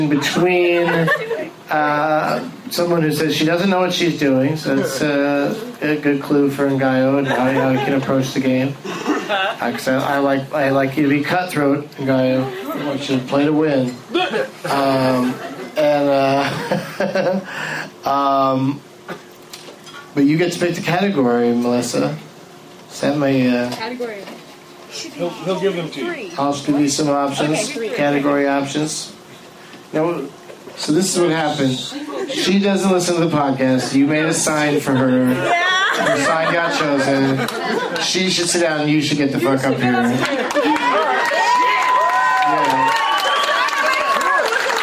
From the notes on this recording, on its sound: against audience members at the Punch Line in San Francisco